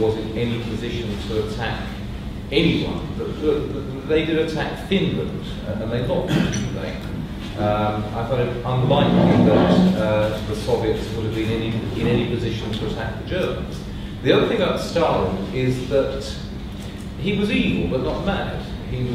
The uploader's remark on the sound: This panel discussion is from the 2010 meeting of the Property and Freedom Society